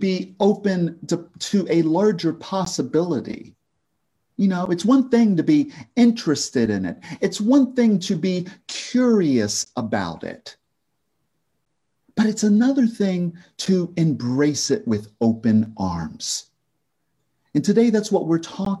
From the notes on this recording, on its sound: This message was delivered at Concordia Center for Spiritual Living by Rev.